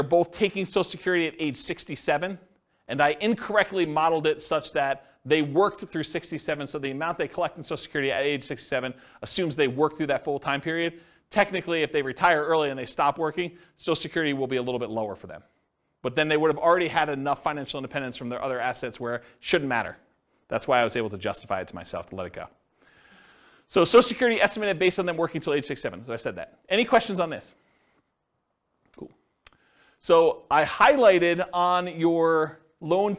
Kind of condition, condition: setting, live audience